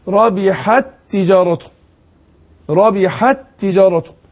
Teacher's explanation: فأقول ربحت تجارته، ربحت تجارته، يبقى أدغمت التاء في التاء بقت تاء واحدة